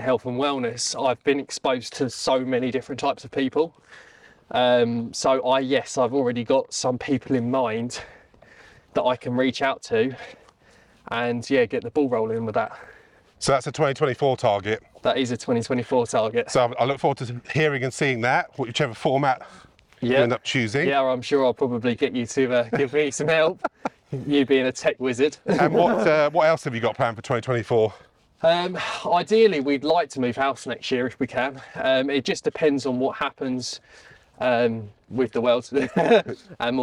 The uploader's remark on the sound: Recorded at Mote Park, Maidstone, Kent